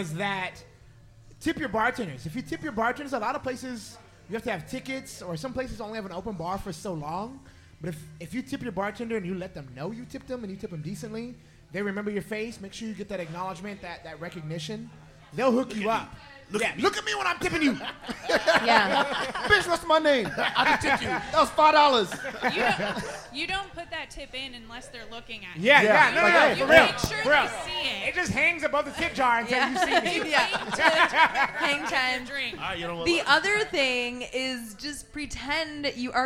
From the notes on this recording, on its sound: 4th Annual SXSW Preview Live From Collide ATX.